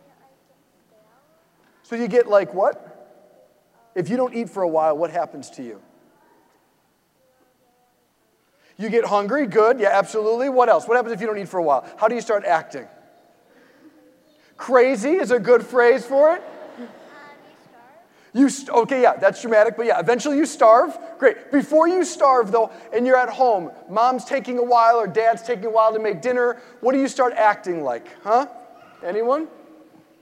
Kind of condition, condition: setting, large echoing room